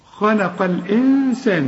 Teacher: بشبك القاف مع اللام وبتتلغي الهمزة دي عند الوصل · Term: همزة الوصل